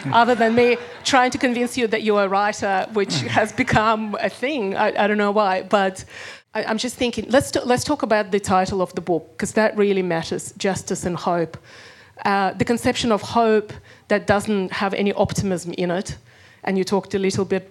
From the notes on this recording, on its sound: a conversation recorded at the launch